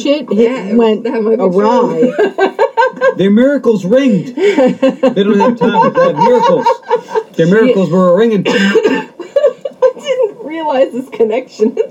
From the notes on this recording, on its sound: we had some technical difficulties and this episode is not the best